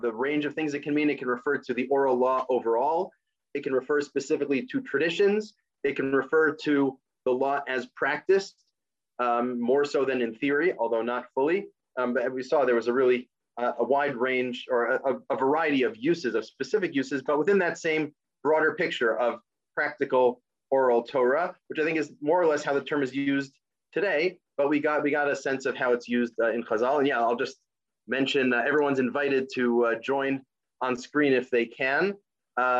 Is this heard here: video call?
yes